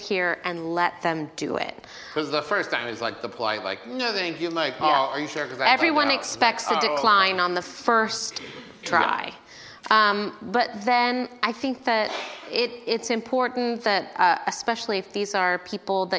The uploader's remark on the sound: LIVE at London Podcast Festival. Part two of the live episode we recorded at London Podfest!